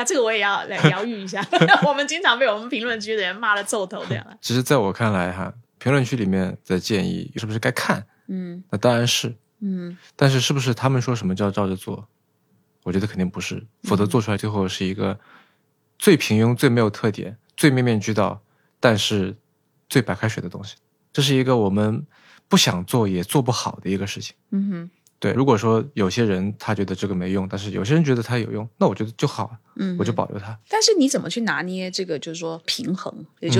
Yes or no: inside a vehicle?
no